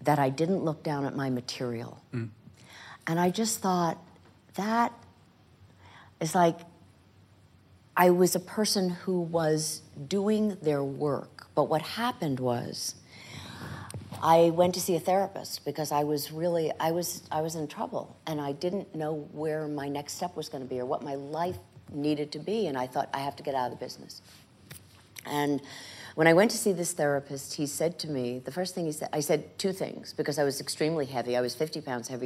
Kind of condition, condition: setting, live audience